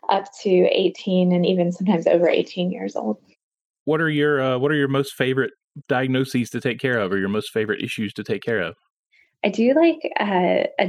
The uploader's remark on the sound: The interview was conducted via Skype